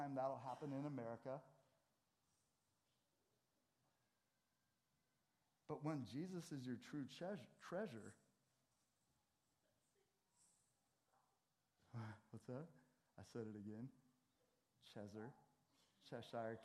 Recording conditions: large echoing room